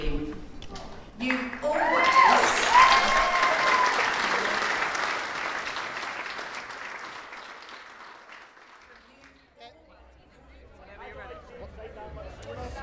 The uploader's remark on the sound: LIVE from the Scottish Fundraising Conference 2022